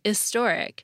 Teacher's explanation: In some regions, people do drop the H. Linguists call this an unvoiced H.